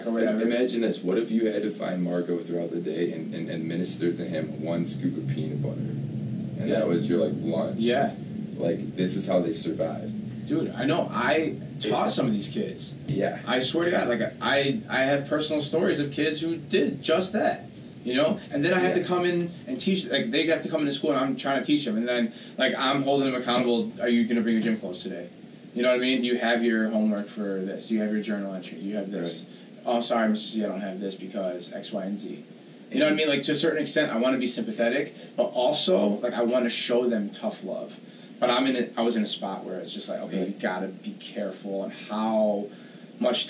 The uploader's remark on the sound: We apologize for the audio quality of this episode as we had some techincal difficulties